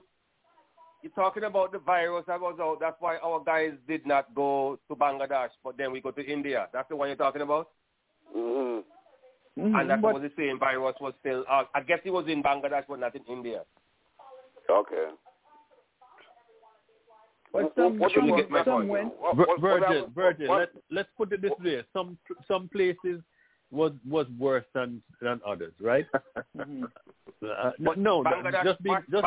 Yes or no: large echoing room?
no